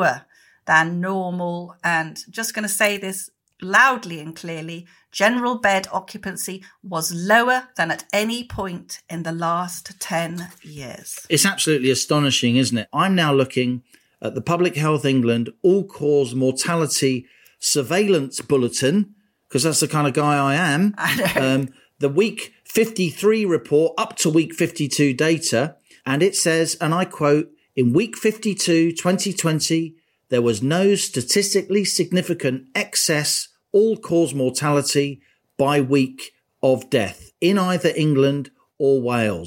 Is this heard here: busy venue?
no